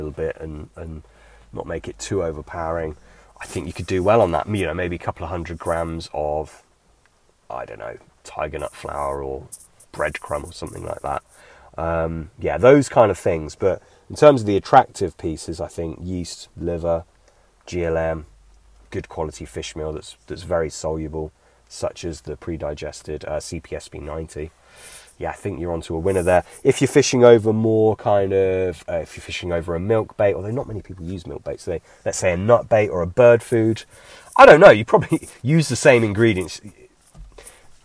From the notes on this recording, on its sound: A bank-side Q&A.